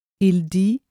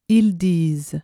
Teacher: The singular form ends with a vowel sound. The plural has a final consonant sound.